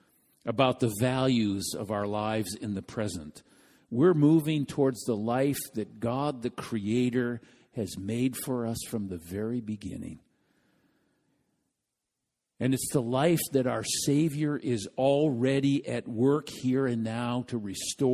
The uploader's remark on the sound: This message was delivered during the Contemporary Worship service.